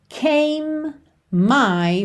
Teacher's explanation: você junta came my, num M só